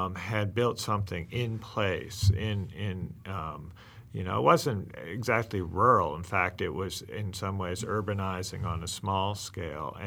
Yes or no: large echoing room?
no